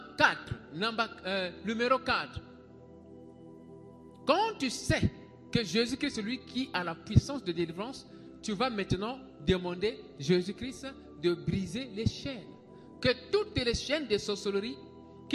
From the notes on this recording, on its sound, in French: SERVICE EN DIRECT DU DIMANCHE.